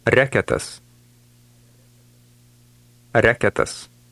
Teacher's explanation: Did you remember to stress the first part of that word?